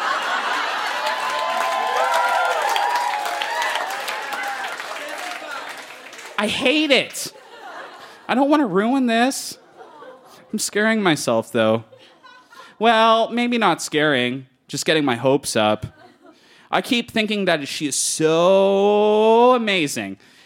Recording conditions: busy venue